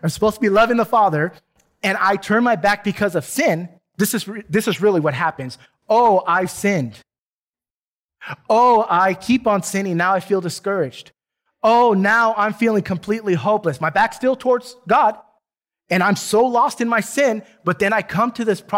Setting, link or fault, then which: setting, large echoing room